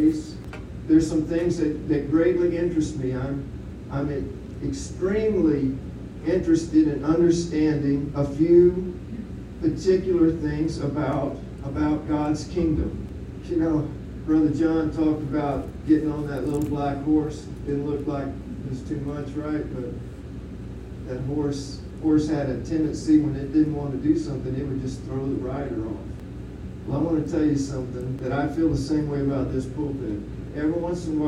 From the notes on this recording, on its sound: The audio of this sermon is challenging, but worth the listen.